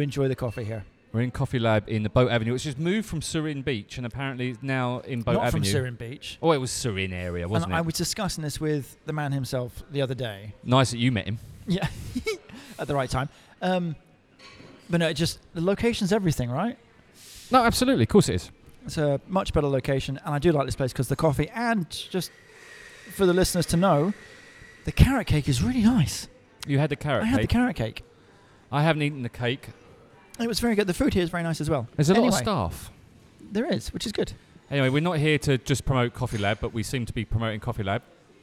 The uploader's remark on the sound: Recorded at Coffee Lab